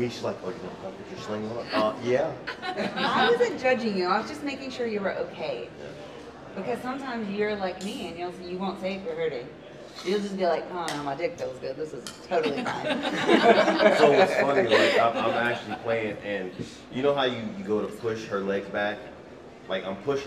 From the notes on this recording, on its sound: The Mocha's live at Splash Mocha.